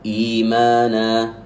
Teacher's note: هذا مد بدل، إيمانا، وقدره حركتين